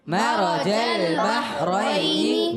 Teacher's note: ہا ادا ہوتا ہے حلق کے درمیان والے حصے سے